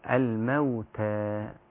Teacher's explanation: يا سيدي التاء رقيقة جدا